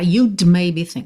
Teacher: Você deve ter reparado que você não escutou esse D